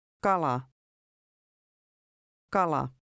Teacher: The Finnish K often sounds close to the English G.